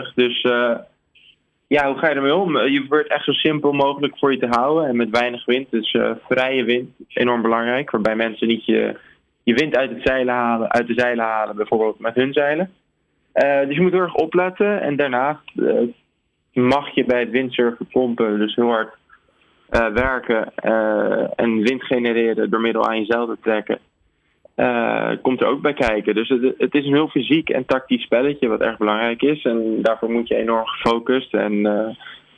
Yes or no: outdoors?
no